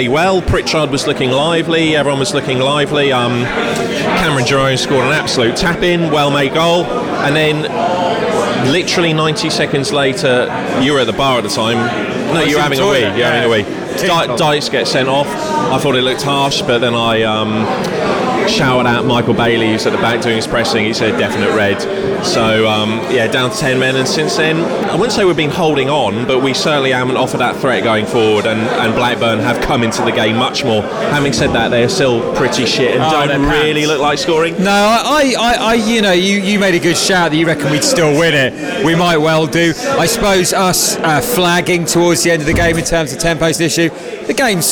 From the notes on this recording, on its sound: Live from the Blackburn game.